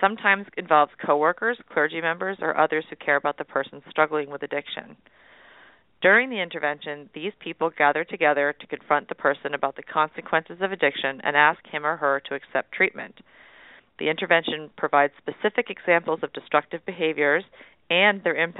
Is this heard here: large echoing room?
no